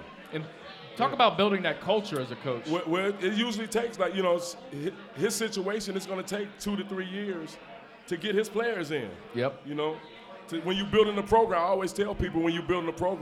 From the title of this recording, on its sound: LIVE at Mio’s